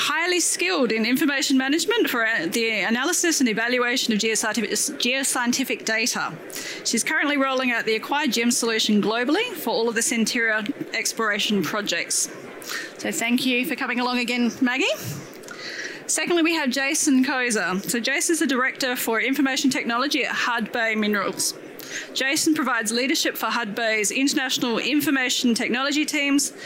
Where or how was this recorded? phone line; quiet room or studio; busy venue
busy venue